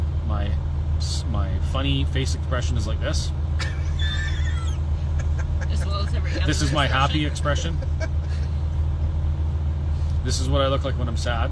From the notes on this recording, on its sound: The Convoy is in Ottawa and we walk around taking in all the sights and sounds of Ottawa.